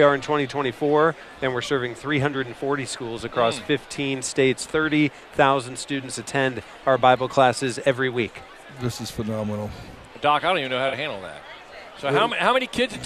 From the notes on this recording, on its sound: Truth Talk is live from Nashville. Talking to fellow broadcasters at the NRB.